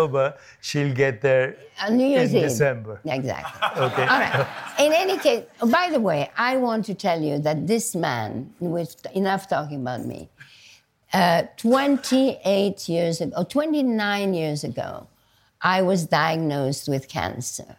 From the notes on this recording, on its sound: on stage at BoF VOICES 2023